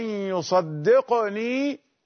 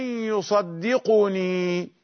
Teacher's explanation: يصدقني بالسكون، قاف ساكنة مقلقلة · Shown in: first take · أو يريد أن يصدقني بالضم، فأرسله، هذا فعل التماس، فعل رجاء من الله تعالى.